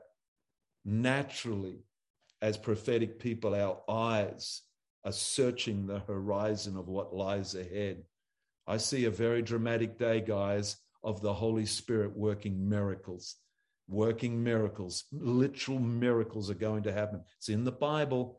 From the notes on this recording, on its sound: ZOOM Church sessions